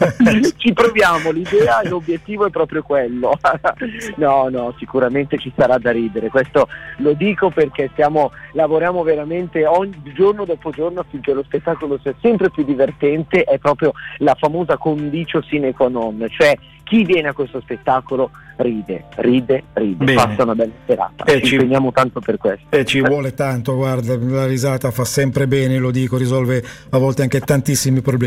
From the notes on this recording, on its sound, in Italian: INTERVISTA TELEFONICA.